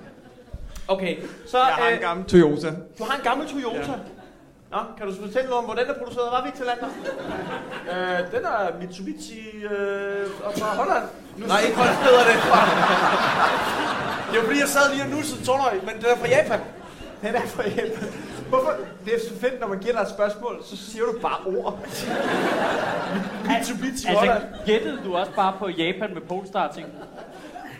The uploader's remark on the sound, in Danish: Optaget live på Comedy Zoo